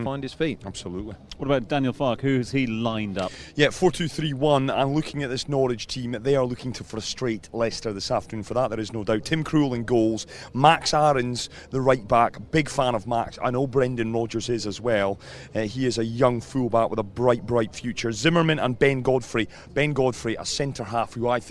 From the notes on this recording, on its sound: From the rooftop garden of Barasti